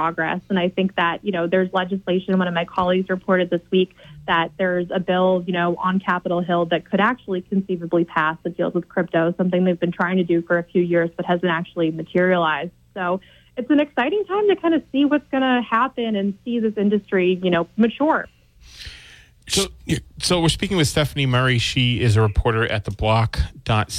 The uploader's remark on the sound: Take calls and messages from the audience on crypto and politics.